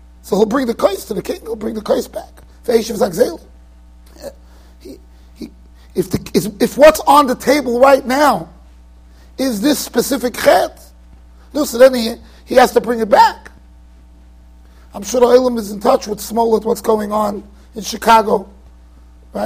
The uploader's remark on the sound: Shiur recorded in Yeshivas Ohr Reuven, Monsey NY.